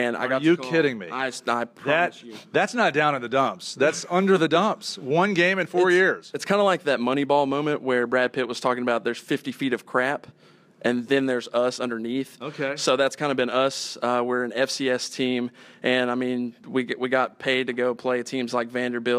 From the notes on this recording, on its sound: Join us with our live studio audience at the University of Memphis.